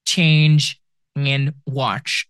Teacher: Ch, as in change and watch. These are two sounds combined together, te and sh, and you get ch